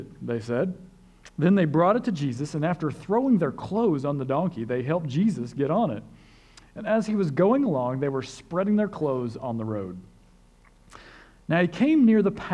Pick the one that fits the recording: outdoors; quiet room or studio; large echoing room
large echoing room